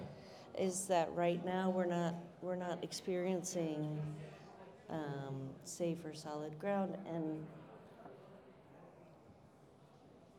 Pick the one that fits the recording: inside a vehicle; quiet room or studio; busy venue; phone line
busy venue